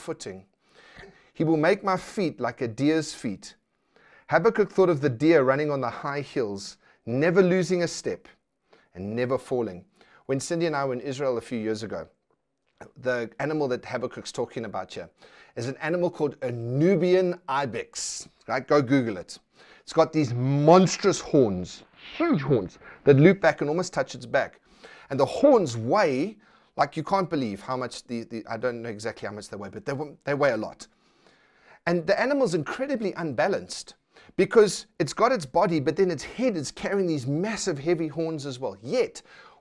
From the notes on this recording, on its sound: preached at Centre Church on the 21st June 2020